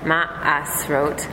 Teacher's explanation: That's why there's two A's in there. Ma'asrot, because that's a ayin, which is the guttural ah. So what's that apostrophe A in the spelling in English represents the ayin.